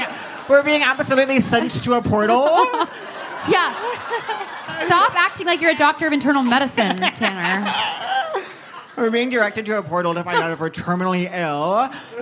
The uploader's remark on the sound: Answer more letters for help live on stage at The Bell House.